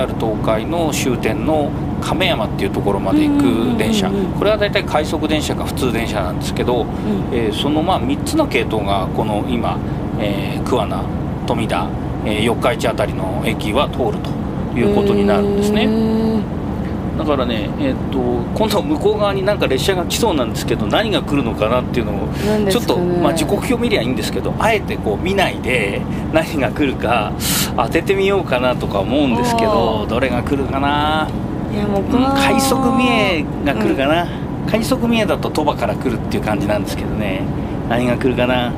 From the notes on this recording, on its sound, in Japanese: 実車収録 HC85系で紀伊長島まで行って来ました！